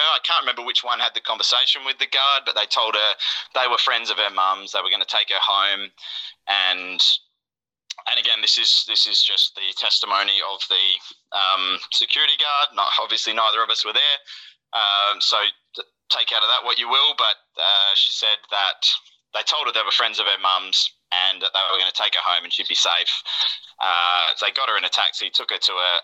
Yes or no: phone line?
yes